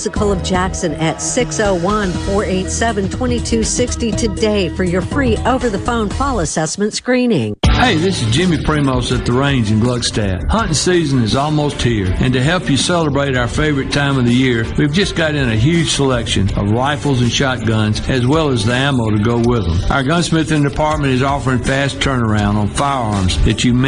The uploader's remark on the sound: LIVE from The Sanderson Farms Championship!